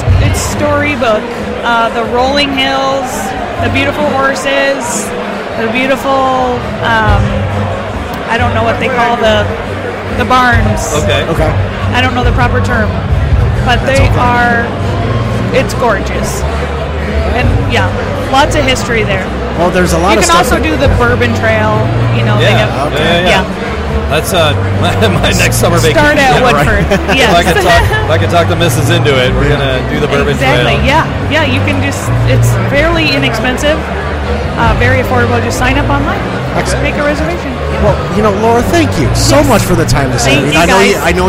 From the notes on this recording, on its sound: Broadcast live from Whiskey Business at the Royal Oak Farmer&#8217;s Market. Broadcast live from Whiskey Business at the Royal Oak Farmer’s Market. We talk to several distillers, vendors, and whiskey lovers at the event.